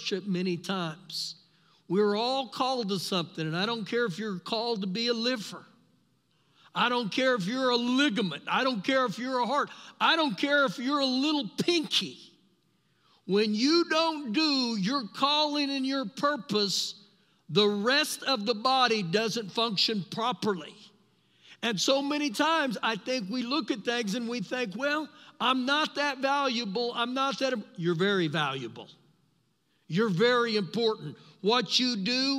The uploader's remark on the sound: Recorded live during our Sunday morning service